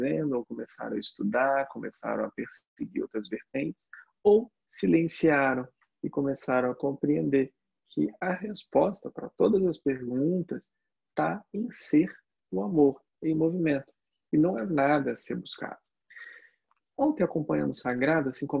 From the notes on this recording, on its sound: Online via Zoom